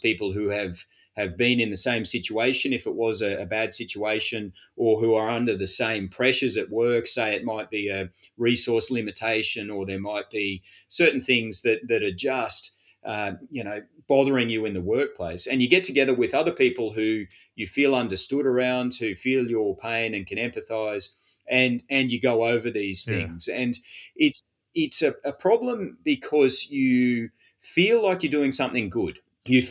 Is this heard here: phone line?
no